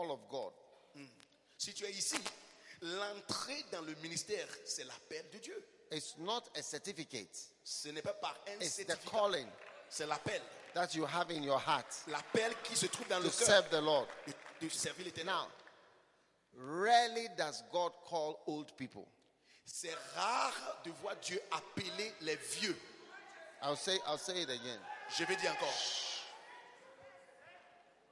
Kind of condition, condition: setting, live audience